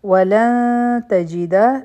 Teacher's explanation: د نون ساکن نه پس تا راغله، نری اخفا به کو